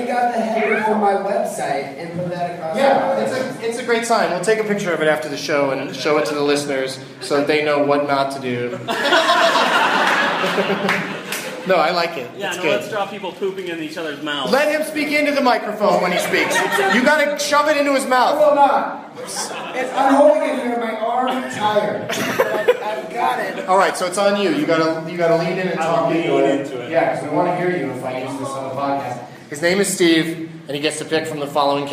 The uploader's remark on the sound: Live from Wiseguys Comedy Club in Salt Lake City